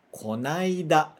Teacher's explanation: Junta o no e o a, né? Então essa ideia de juntar o no, o som de n, com o a, fica konaida